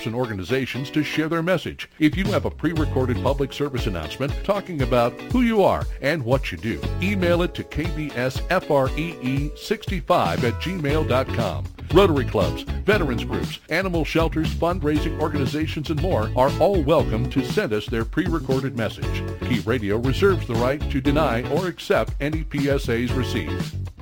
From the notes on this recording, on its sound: we fielded phone calls from the listeners